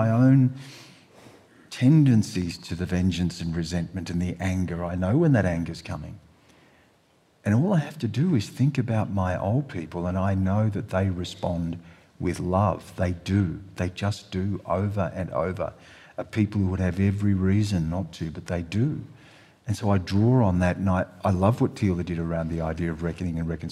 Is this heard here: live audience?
yes